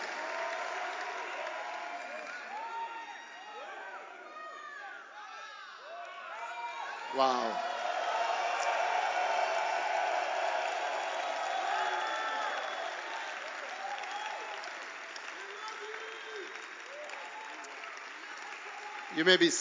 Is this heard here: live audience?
yes